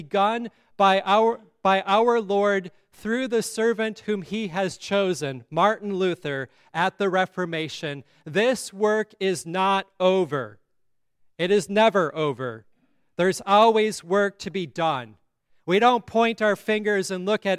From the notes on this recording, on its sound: at Grace Lutheran Church in Lexington